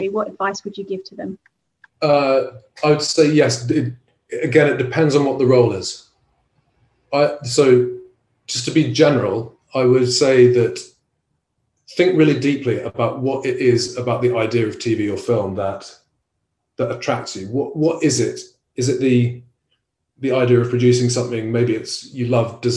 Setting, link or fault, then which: link, video call